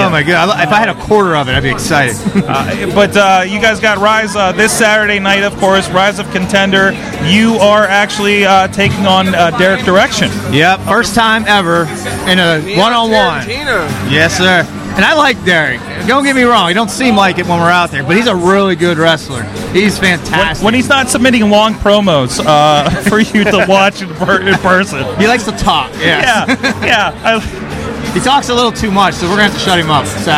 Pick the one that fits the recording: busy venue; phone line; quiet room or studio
busy venue